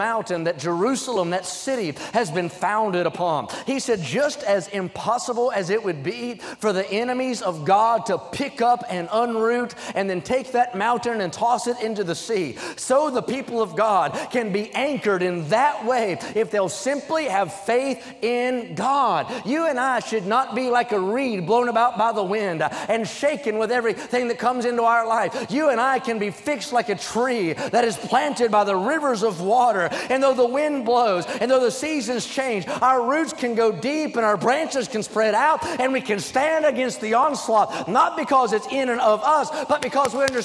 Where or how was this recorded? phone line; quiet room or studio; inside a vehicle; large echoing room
large echoing room